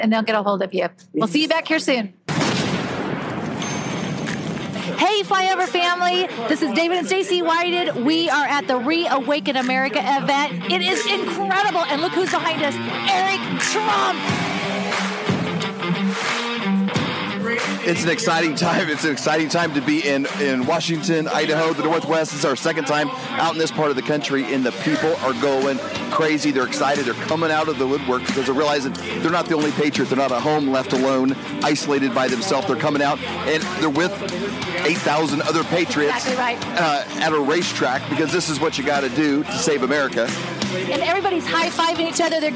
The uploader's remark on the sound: live and in person at the Reawaken America event